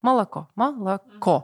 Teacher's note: Только ударная о, она произносится четко. Все остальное это такие коротенькие mm-hmm.